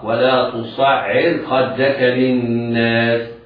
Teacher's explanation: الراء في تصعر مرققة بعدها حرف استعلاء مفتوح وهو الخاء